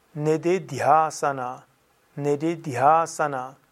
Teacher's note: Also das H ist nach dem D, daher aspiriert.